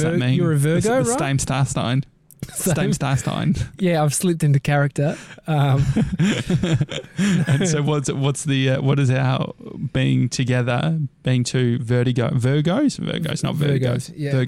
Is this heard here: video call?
no